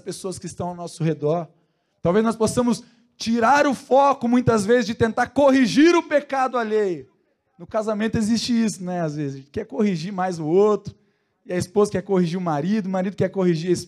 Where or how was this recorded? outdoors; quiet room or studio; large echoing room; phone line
large echoing room